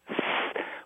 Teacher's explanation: When we train people to be speech therapists, we think of a lisp as an articulation of S where the tongue is between the teeth. He's producing an S that I hear is actually not lisped, but hypercorrect. So something like S, where he's putting especially high-frequency energy into his S sound.